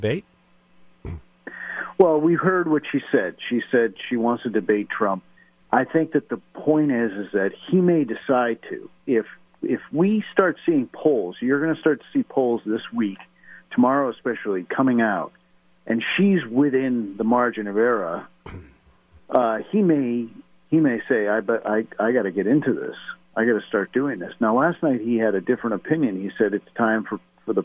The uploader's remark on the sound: Was in the Sig Sauer Studios fresh from the Iowa Caucus. Called in the first hour of the show. Called in LIVE from Detroit.